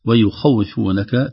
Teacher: تنبيه بارز واضح ويخوفونك تفخيم الخاء